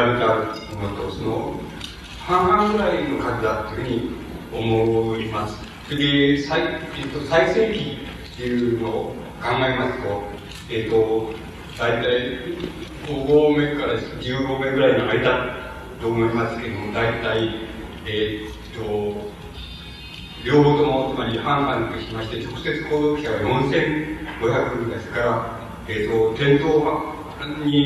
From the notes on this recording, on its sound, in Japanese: うち質疑応答26分。音質：３。主催：地方・小出版流通センター。場所：幕張プリンスホテル。地方・小出版流通センター 20周年記念イベントの講演。やや音声が曇っているが 比較的クリアに収録されている。